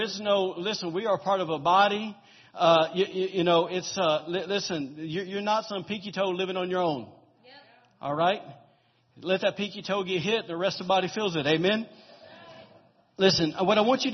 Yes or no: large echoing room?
yes